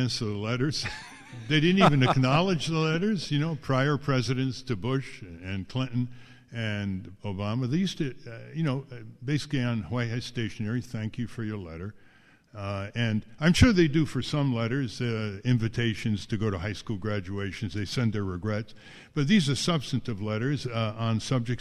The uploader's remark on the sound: Live From Ralph Nader's American Museum of Tort Law